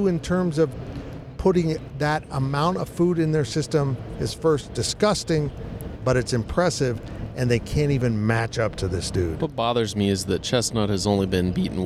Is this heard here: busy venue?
yes